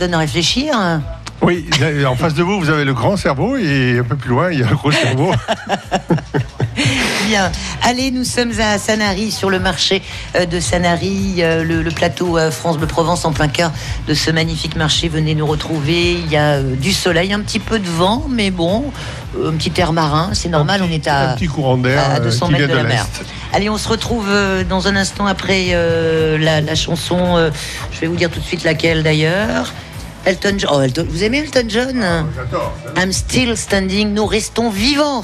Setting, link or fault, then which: setting, busy venue